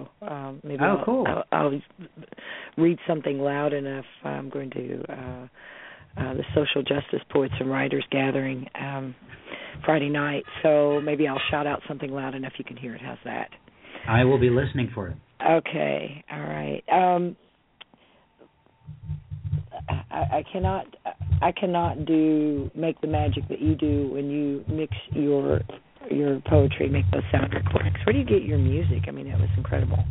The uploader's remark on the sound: This month's Poetry Super Highway Live Open Poetry Reading featured poets calling in and reading their work from Sioux St.